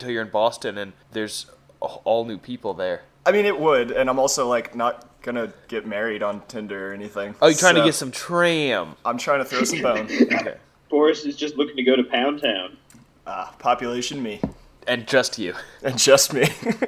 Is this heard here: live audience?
no